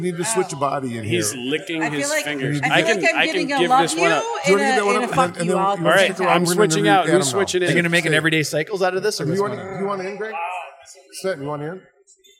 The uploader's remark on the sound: Live from Limestone Brewery at May Day Mayhem in Osage, IA